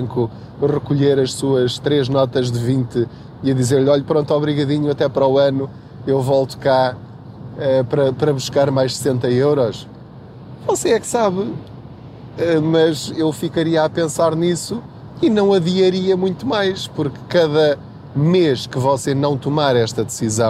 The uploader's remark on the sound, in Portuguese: Não ligue aos barulhos da viagem.